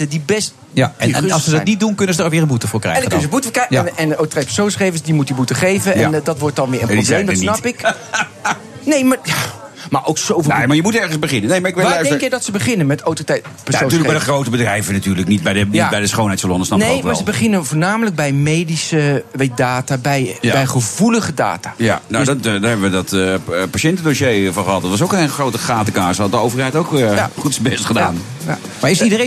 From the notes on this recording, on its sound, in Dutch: Op BNR, live vanuit het Amstel Boathouse in Amsterdam.